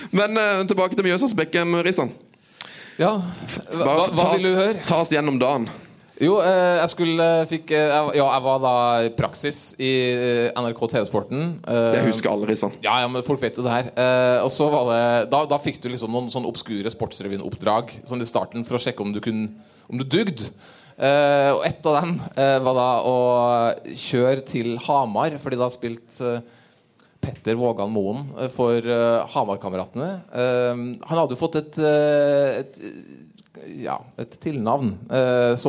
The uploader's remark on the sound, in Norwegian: live fra Pokalen i Oslo